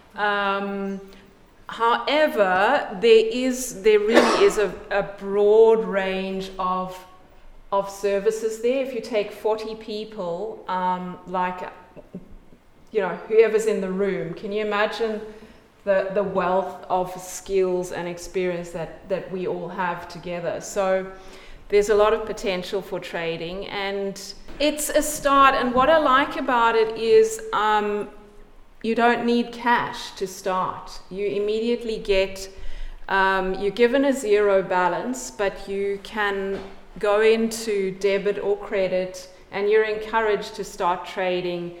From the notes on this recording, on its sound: This episode shares audio from a panel discussion that was part of the original exhibition and social experiment.